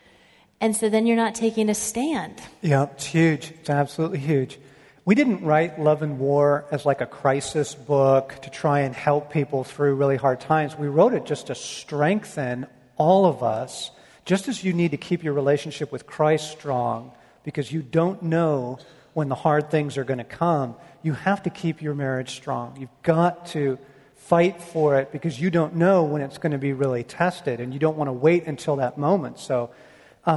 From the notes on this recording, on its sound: Part 4 of Q&A time from the Love & War tour